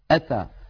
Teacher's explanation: الهمزة كما نعلم يا إخوتي من أقصى الحلق، يأتون مثلا أتى، هذه الهمزة شديدة وفيها انحباس للصوت